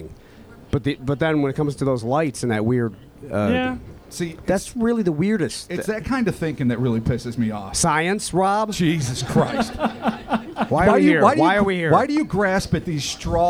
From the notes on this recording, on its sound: The Cryptonaut Podcast Live. Recorded live at the Thirsty Pug.